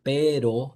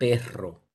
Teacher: In Spanish, we have two R's. We have R like in pero, and then a multiple vibrant like perro. · Term: multiple vibrant R